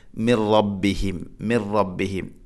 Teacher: മിൻ റബ്ബിഹിം, മിൻ സാക്കിനായ നൂന് ശേഷം റാ, ഇദ്ഗാം ബിലാഹുന്ന മണിക്കാതെ കൂട്ടിലയിപ്പിക്കണം. അപ്പോൾ ഓതേണ്ടത് മിർ റബ്ബിഹിം, മിർ റബ്ബിഹിം.